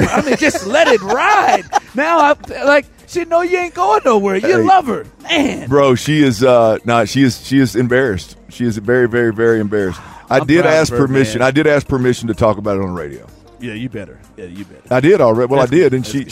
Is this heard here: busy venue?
yes